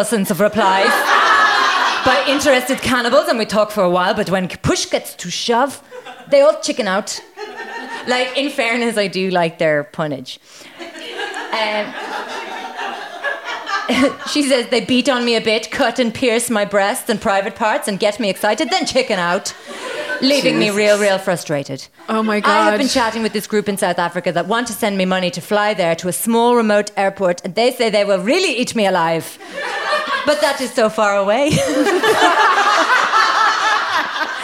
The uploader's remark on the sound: It’s our first ever live show and we had a blast.